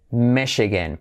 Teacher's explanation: Tenemos I como E. Esta es una CH, pero realmente es una clave SH